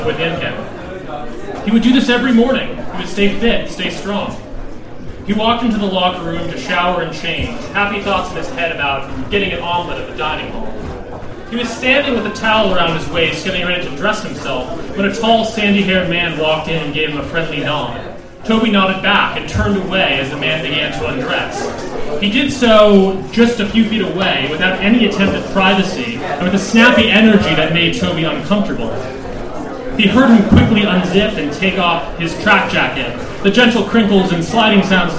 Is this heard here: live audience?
yes